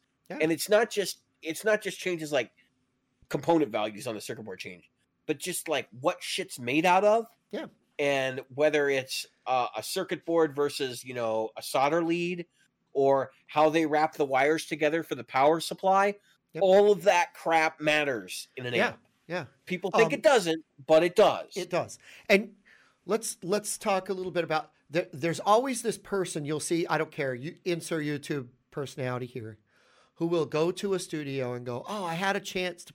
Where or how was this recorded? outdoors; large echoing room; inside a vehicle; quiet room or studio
quiet room or studio